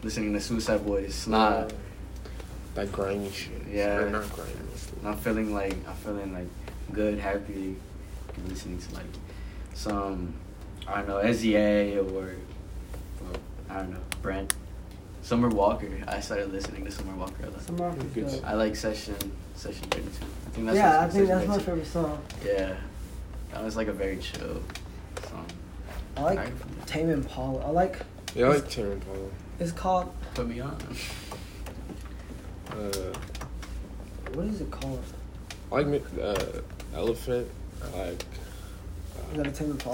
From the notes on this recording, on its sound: WARNING: a lot of background noises.